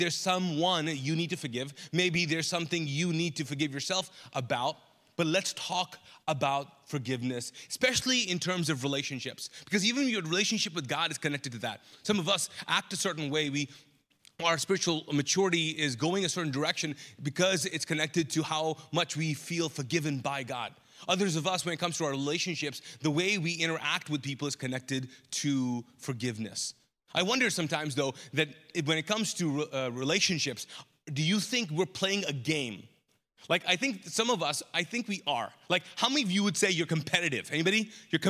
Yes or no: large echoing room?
yes